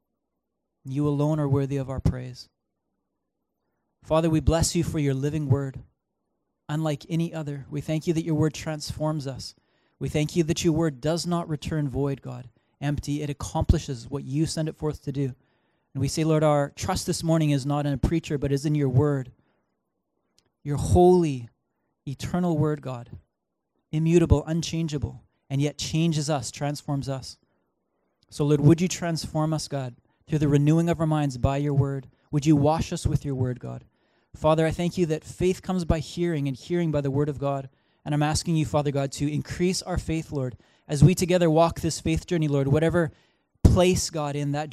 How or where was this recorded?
large echoing room